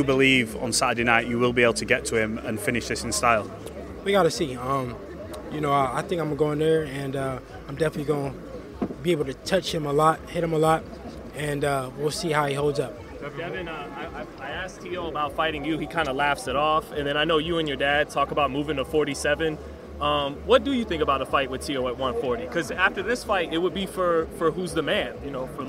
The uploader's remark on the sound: at the press conference in San Francisco